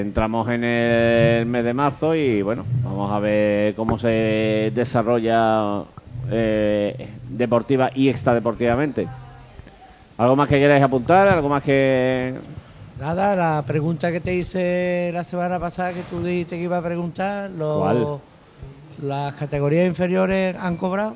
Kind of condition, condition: setting, busy venue